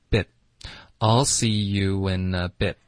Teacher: Bit 的 t 我们就省略